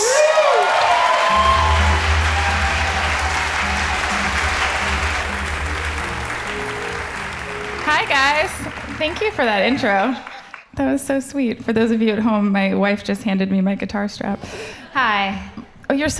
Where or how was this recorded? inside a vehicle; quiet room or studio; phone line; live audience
live audience